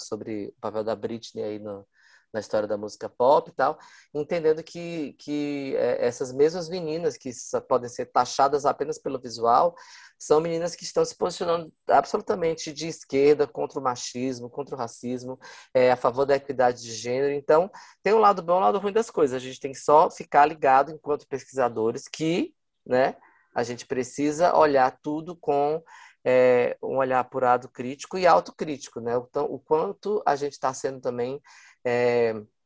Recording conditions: video call